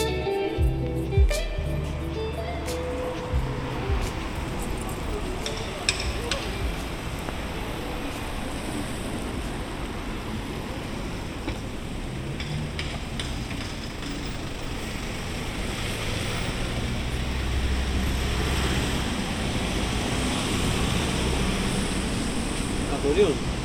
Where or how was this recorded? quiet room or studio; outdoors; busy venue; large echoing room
outdoors